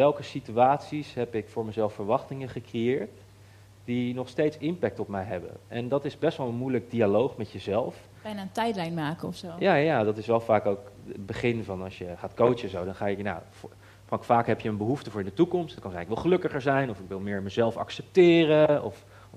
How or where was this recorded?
live audience